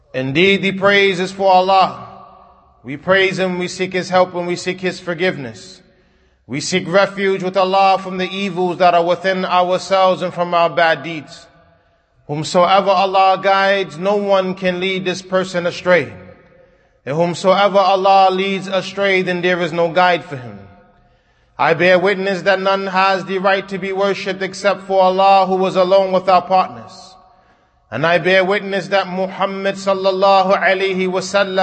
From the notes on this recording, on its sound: Kutbah given at Masjid Nur Allah, Queens, NY